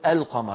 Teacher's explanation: لو قلنا القمر كل الناس يقولون القمر، يظهرون اللام عند القاف · Term: قمرية